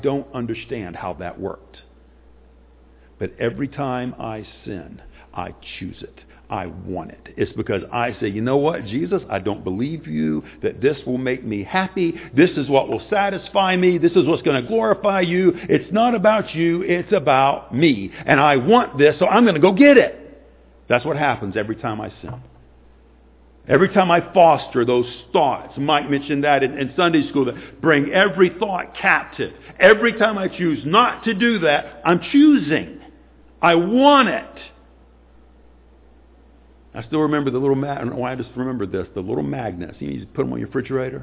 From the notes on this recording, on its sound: Sunday morning sermon